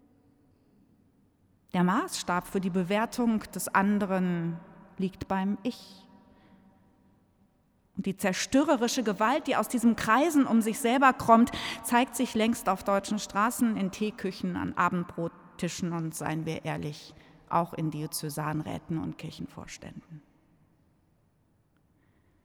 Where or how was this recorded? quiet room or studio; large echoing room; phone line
large echoing room